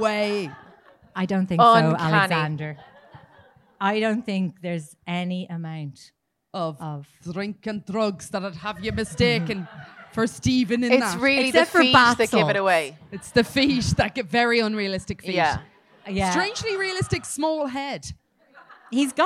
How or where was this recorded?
live audience